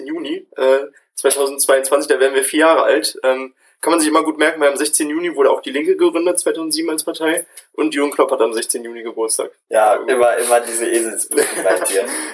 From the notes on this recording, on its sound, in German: Sorry für die Audioqualität in dieser Folge.